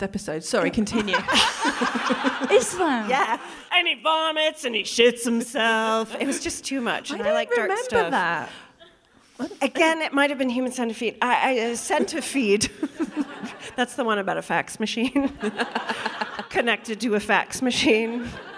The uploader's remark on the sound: The Drunk Women continue their Edinburgh odyssey, as they bring to you this gem recorded at the Fringe in 2023.